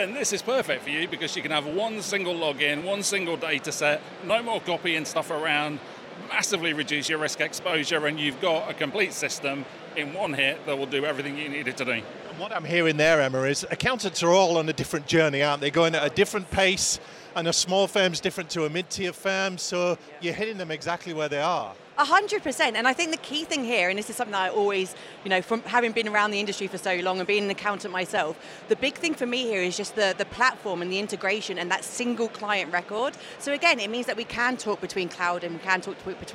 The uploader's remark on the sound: Accountex 2023 Live Interviews